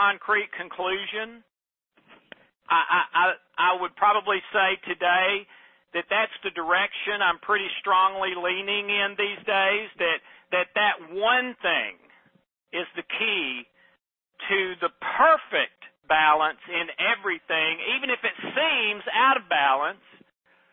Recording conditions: phone line